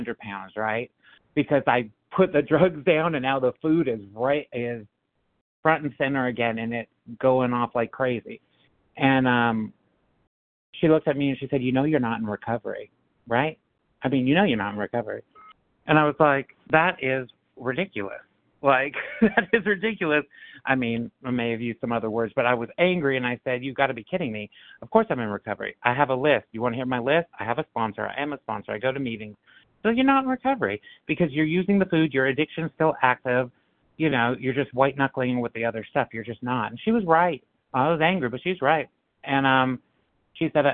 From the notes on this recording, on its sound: 100 Pounders Phone Meeting